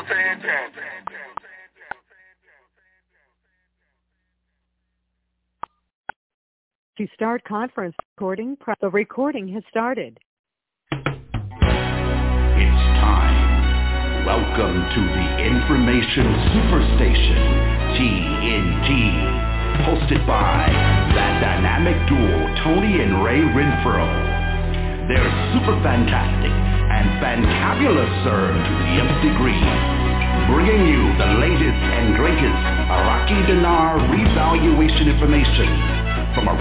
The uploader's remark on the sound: TNTSuperfantastic Conference Call